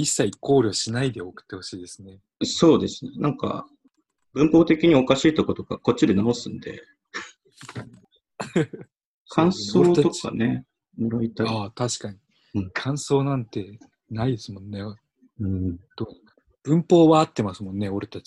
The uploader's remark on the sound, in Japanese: ZOOMの録りやすさ。収録地：それぞれの家（ZOOM収録）。